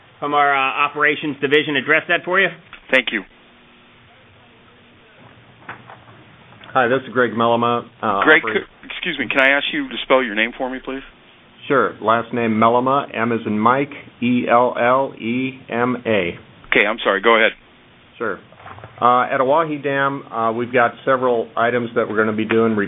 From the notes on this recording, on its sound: Twice monthly conference calls to keep the basin informed.